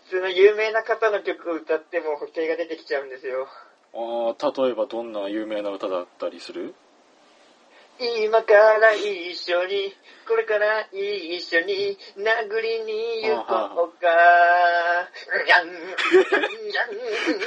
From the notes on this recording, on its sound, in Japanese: 電話ならでわの音質を利用しようという目論見です